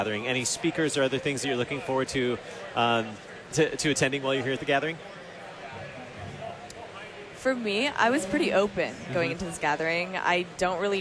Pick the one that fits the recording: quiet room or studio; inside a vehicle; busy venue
busy venue